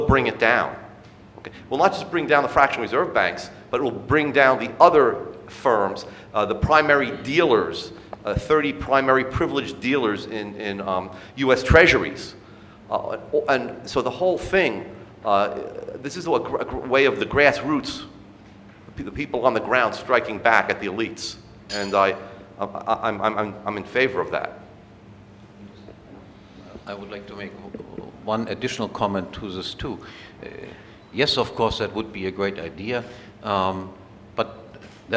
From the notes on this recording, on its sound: This panel discussion is from the 2012 meeting of the Property and Freedom Society